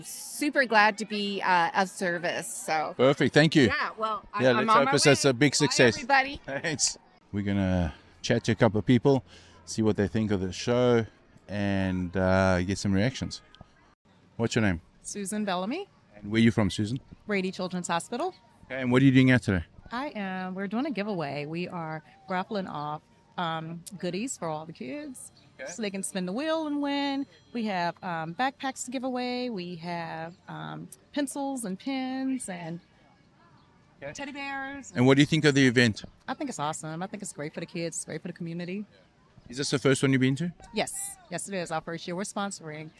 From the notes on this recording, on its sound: Todays episode comes live from the Day out with Thomas, We chat to volunteers and guest to find out what makes this years Day out with Thomas so special.